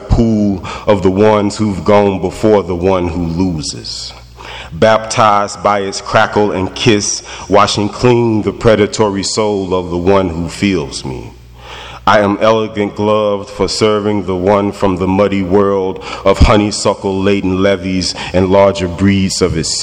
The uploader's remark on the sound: In residency at Vermont Studio Center. This recording blends two readings he did during his stay at VSC: the first, in the Mason House library, serves as a quiet introduction or segue into his second public reading in the Lecture Hall.